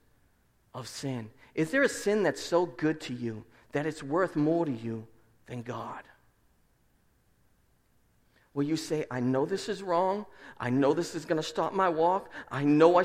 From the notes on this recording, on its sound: Preached at Restoration Road Church